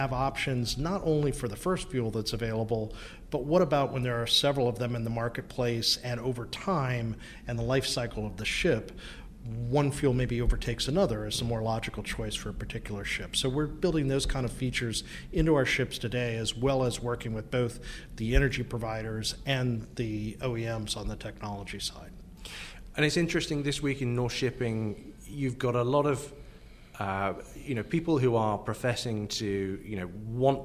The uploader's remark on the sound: Optimism overflows in Oslo. The first in a daily series of podcasts live from NorShipping.